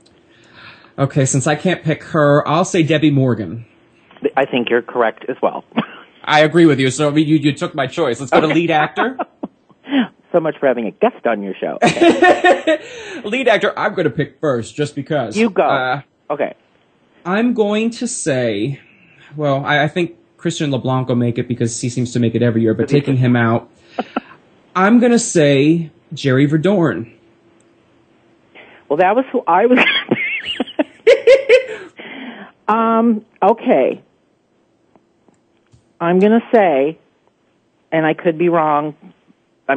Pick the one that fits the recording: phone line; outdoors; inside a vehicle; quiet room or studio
phone line